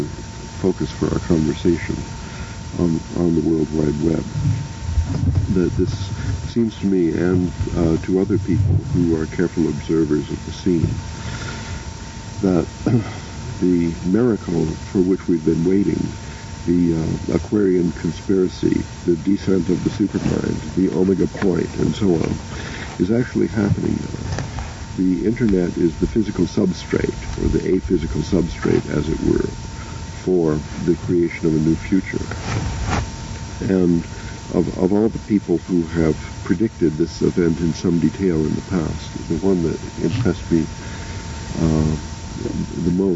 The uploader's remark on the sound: Recorded in Hawaii sometime in 1994, this was a private trialogue (conversation) between the three of them in the garden. They had the foresight to turn on a tape recorder that day.